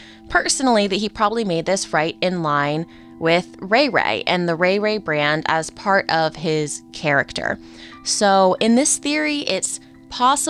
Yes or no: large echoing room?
no